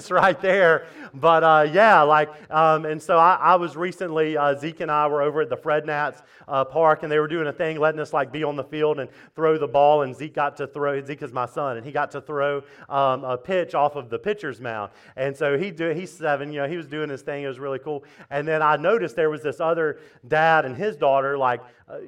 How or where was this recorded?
large echoing room